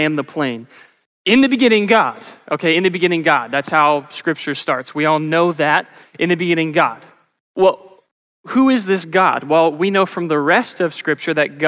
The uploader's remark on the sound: Live & Unscripted. Questions were texted in by the congregation and answered LIVE!